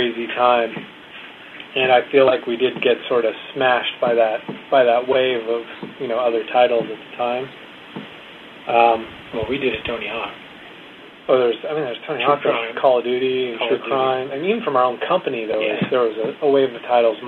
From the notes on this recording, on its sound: this interview was conducted over a teleconference call, so set your expectations for sound quality appropriately